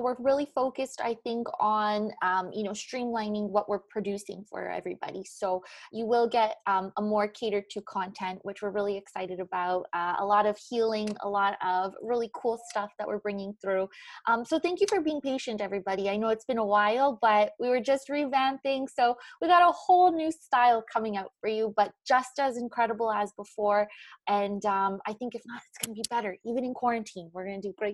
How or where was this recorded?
video call